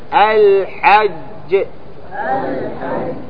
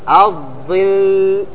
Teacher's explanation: أكثرها يعني استمر معك. أما الجيم انقطع، وأما اللام استمر قليل وانقطع، واضح؟ لأنه قلت الظل وقفت، لكن الشين معايش تستطيع تمده، واضح؟